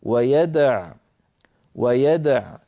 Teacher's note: فكان حفص رحمه الله إن وقف على ويدعو مضطرا أو مختبرا يقف عليه من غير واو